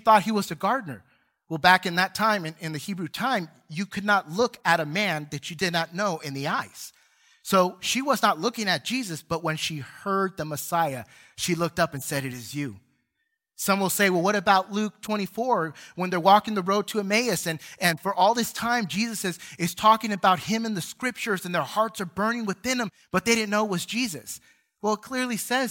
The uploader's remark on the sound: Recorded from South Gate Fellowship in Duncanville, TX on Sunday, February 6, 2022.